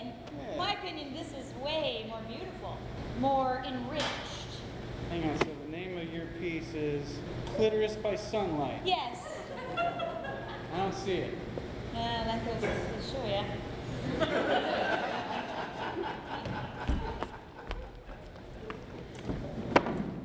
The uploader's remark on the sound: Live at The Establishment. In this LIVE uncensored episode of Wisenheimer: The Podcast - recorded in front of a wonderful crowd at The Establishment on April Fools Day!